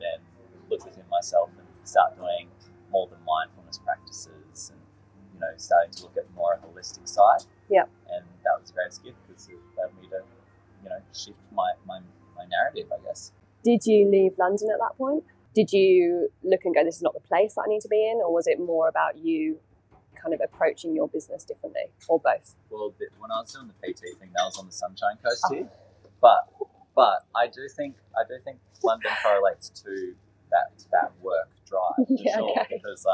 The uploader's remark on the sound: This episode was recorded at Vandy's Cafe in Buderim. This episode was recorded at Vandy's Cafe in Buderim. Please note with our very first episode we have some (maybe inevitable) sound & tech issues that we have since resolved!